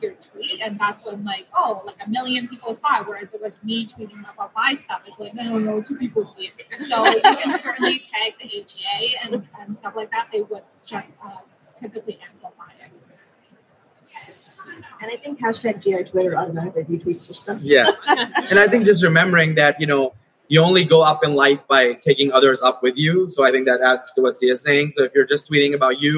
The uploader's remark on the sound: Live from #DDW2023. We're live from Digestive Disease Week 2023! In our first-ever live recording. Answer live attendee questions.